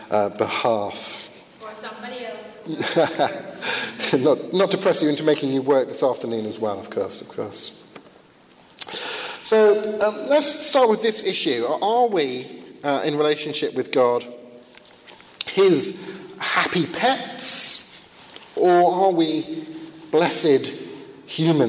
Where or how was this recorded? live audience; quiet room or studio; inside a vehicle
live audience